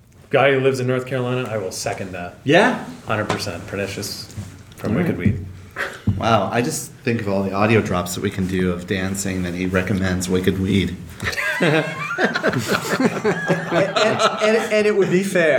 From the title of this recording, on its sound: Live from #HMPS18